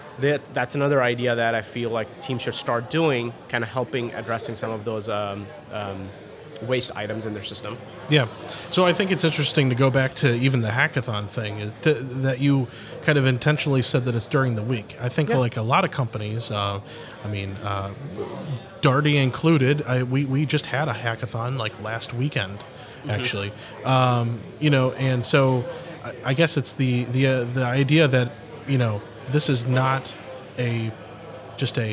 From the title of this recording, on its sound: Live From Agile Midwest